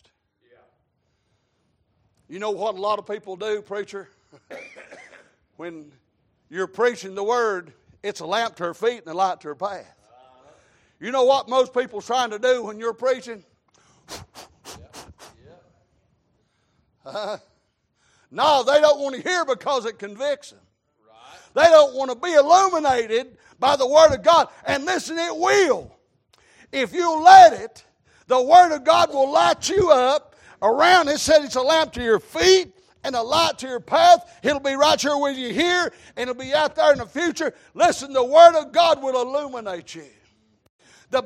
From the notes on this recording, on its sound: Sunday Evening Service